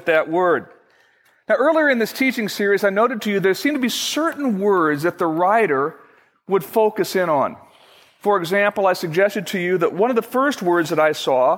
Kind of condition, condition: setting, large echoing room